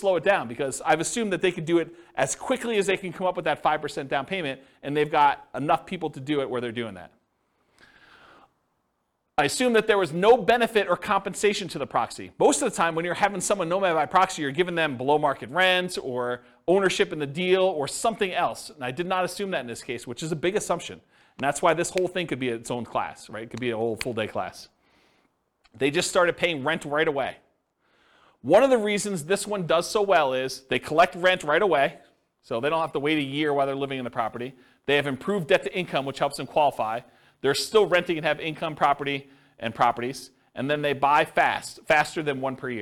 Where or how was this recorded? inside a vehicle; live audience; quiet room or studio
live audience